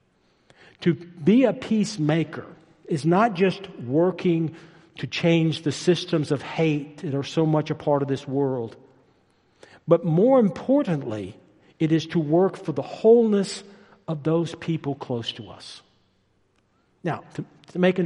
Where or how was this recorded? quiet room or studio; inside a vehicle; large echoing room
large echoing room